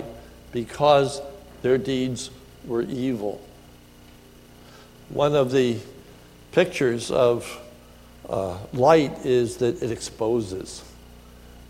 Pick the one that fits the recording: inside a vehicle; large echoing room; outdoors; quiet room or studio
large echoing room